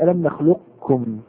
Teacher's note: ألم نخلقكم، هل نقول ألم نخلقكم، ننتقل إلى الكاف مباشرة المشددة، أم نقول ألم نخلقكم بحيث تكون الكاف هنا مسهلة يعني ليست مثقلة مخففة. فالرواية الأولى إدغام الكامل، وهو الأولى والمشهور، وهو الأولى والمشهور. · Term: الإدغام الناقص